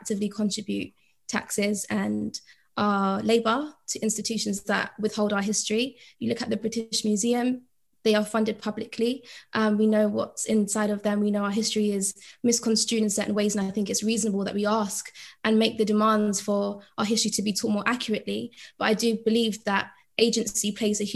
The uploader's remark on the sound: Listen to the audio version of our webinar